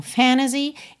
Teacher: Que há essa tendência de quando a gente tem N, T e uma vogal, eliminar esse T e juntar direto o N na vogal. Então, fantasy é uma possibilidade de pronúncia.